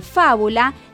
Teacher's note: cuando la sílaba tónica es la antepenúltima, empezando desde el final, como en fábula, la palabra es esdrújula